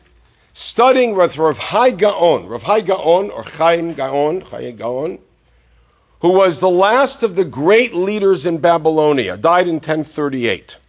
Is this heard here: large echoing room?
yes